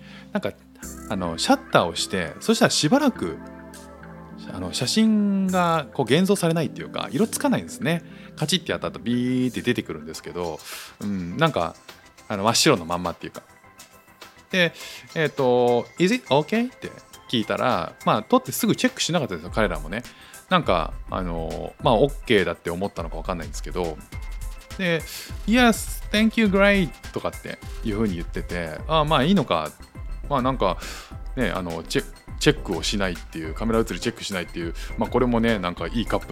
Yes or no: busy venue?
no